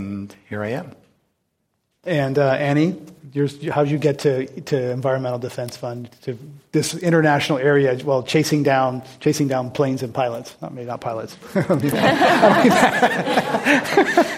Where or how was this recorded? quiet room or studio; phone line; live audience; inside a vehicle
live audience